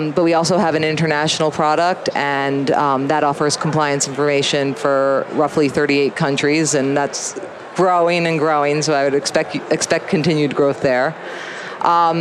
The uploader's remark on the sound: LIVE from Las Vegas, at #HRTechConf